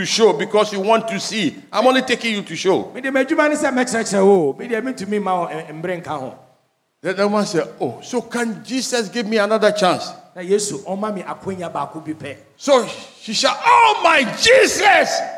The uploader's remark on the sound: Sermon preached at CBC Shiashie Campus